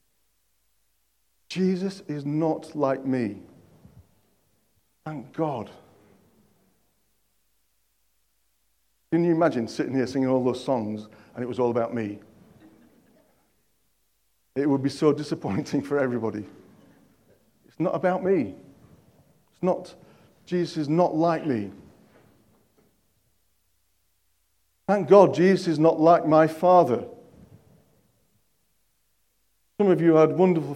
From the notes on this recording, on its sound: At King's Church, Cockermouth, as an audio file.